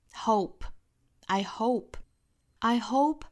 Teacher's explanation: hope 这个词的元音，那不是发成了英音这么滑动明显的 O，而是发成一个字母 O 的状态